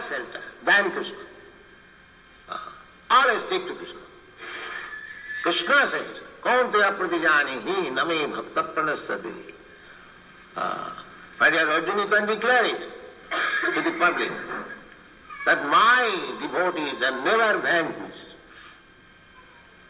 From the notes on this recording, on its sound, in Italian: in diretta dal Tempio di Villa Vrindavana